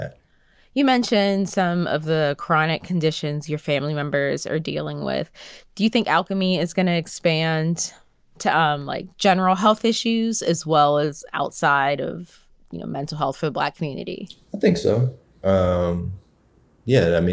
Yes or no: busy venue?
no